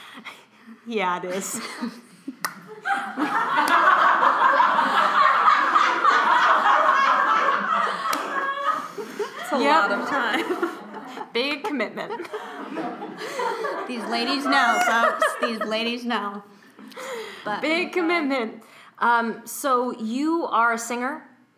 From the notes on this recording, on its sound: We're LIVE in NYC! Theatre68 NY Crew! The girls also make the audience join in on manifesting Carson Daly.